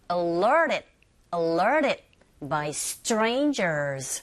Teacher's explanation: 여기서도 t 사운드 자체가 rt가 모음과 모음 사이 자리 잡고 있어서 이 flap 현상에 의해서 들리는 소리는 t가 아닌 r.